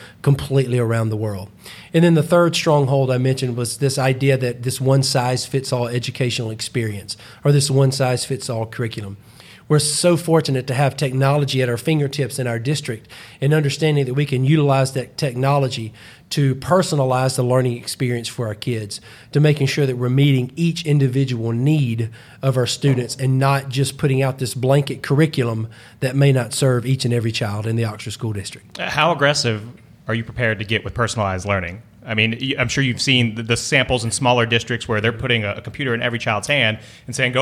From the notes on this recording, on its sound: Each winter educators from around Mississippi gather in Jackson for the Mississippi Educational Computing Association, better known as MECA. Recording a live Podcast from the event is becoming somewhat of a Class Dismissed tradition.